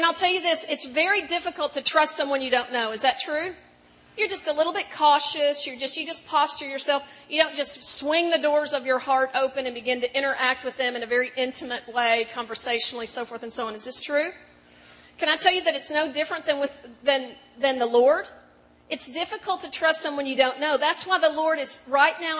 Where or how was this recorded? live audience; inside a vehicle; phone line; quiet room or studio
live audience